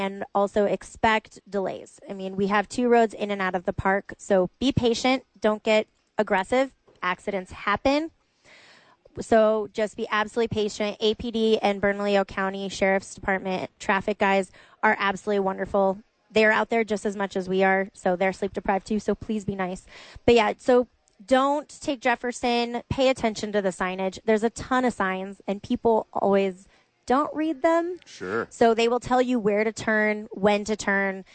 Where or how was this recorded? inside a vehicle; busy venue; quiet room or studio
busy venue